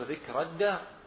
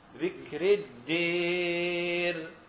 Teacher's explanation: لما نأتي الآن في الوصل بصير ذكر الدار، لما يأتي السوسي له وجهان، له وجه مع الجماعة وهو بالفتح، وله وجه بالإمالة